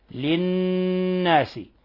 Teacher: كذلك هنا للناس النون مشددة، حكمها أنها حرف غنة مشدد فتعطى غنة مقدارها حركتين، يعني نضغط على النون ونخرج غنة من الخيشوم